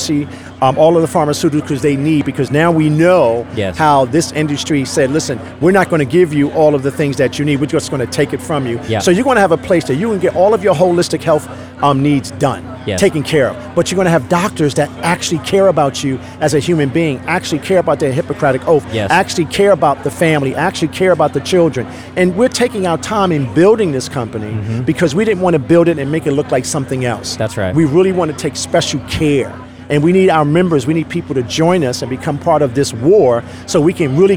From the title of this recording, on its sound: LIVE AT THE REAWAKEN TOUR APRIL 2 2022